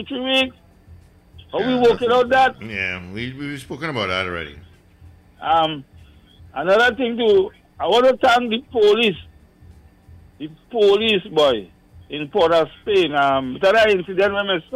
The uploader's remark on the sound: It's the last hour of the show and we take more calls from the audience.